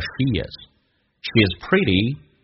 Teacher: She's 用降调来发，很多你要发现长元音在非习词汇当中，它会说成短元音，比如 she 说成 she，跟 is 还加一个连音，元音跟元音之间的连音不是加 we 就是加 ye，那这个加个 ye 叫 she is